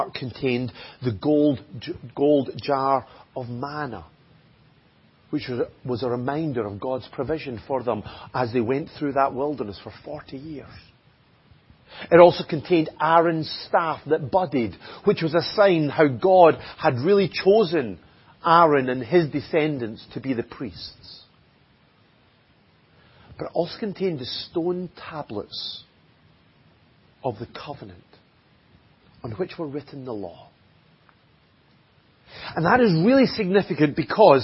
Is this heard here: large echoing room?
yes